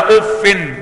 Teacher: وردت في 3 مواضع من القرآن، فيها 3 أوجه مقروءة. الأول بتشديد الفاء مع كسرها منونة أف، وهي رواية نافع وحفص عن عاصم وأبي جعفر.